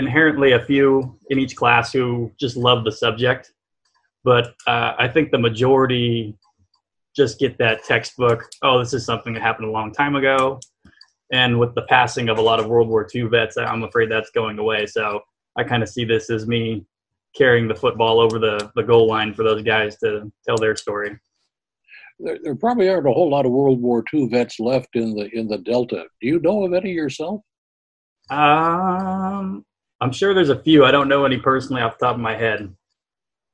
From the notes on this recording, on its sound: He talks about his unusual project in this CVBT Audio Interview Podcast via Zoom.